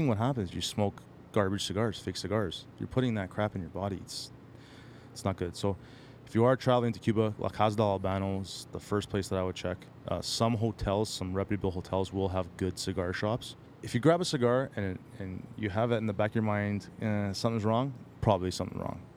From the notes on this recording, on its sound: It’s quickly becoming the Speducci Studios for the TCL Podcast.